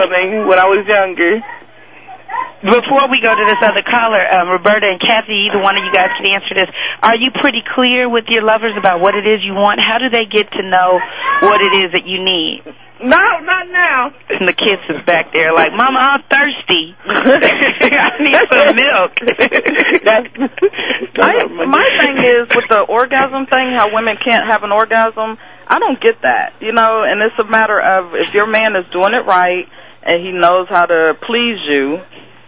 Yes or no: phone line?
yes